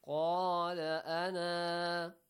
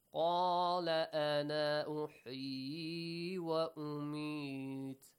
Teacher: when you stop, stretch the sound, pronounce the alif. But when you connect it with the next word, don't read the letter alif.